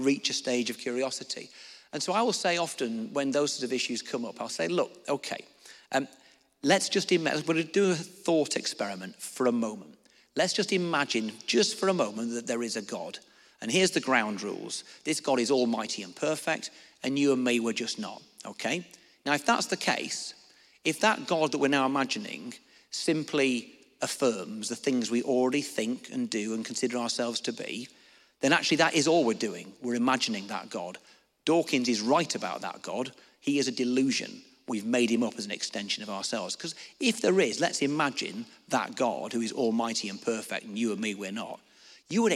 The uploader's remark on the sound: Answered questions from the audience.